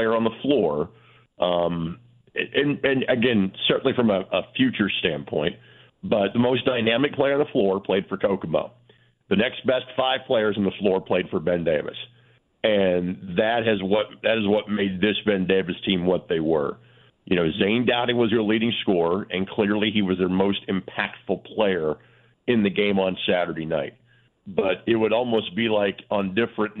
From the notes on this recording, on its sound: is on the phone line